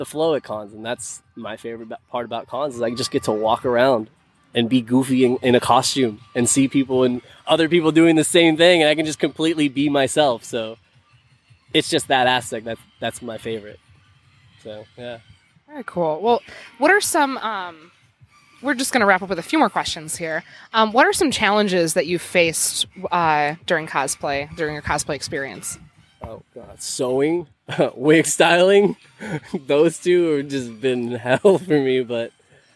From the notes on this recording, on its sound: Live at Cosplay Beach Party